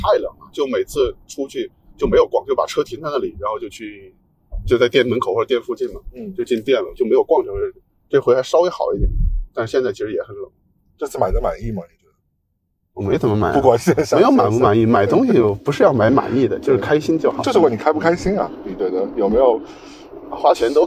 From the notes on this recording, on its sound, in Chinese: 本期为户外录音，音质不佳敬请谅解。